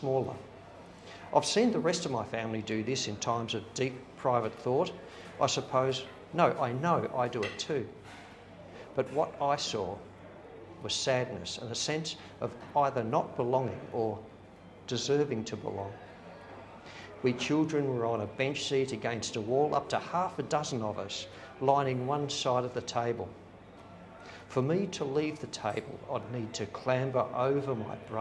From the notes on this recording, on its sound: Today’s show is a recording of a live reading. Cherry Poets in Cremorne.